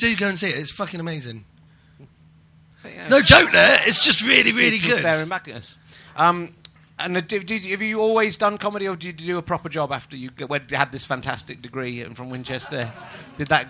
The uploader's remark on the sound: Edinburgh Fringe Podcast 2012.